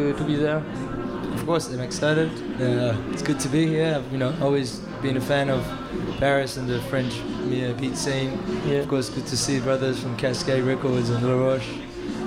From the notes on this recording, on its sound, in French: Pour l’occasion, nous avons réalisé l’émission en direct de LaPlage de Glazart, en prolongeant jusqu’à minuit pour retransmettre les lives de la soirée.